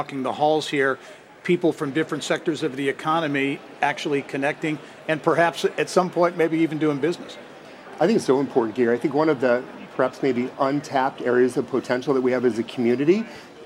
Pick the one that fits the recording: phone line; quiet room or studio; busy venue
busy venue